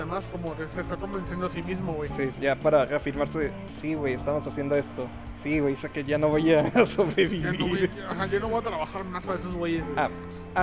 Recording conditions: busy venue